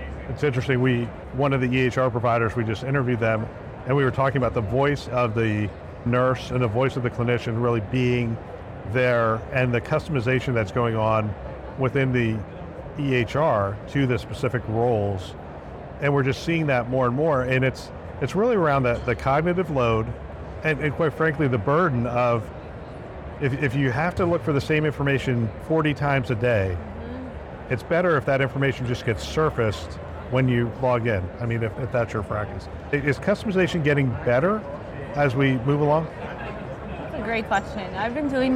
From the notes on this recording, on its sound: Interview in Action live from HIMSS 2023